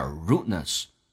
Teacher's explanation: Rudeness 这个单词呢，地不发音，因为 rude 那个的跟后面的 n 两个辅音只用发后面一个，所以气流阻塞去掉 d 的时候叫 rudeness。 Rudeness 这个 e 也可以弱化成 a，因为非主重元音的 e 弱化成 a